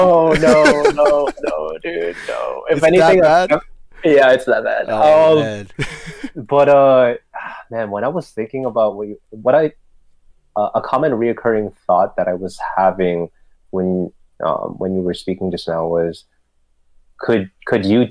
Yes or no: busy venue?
no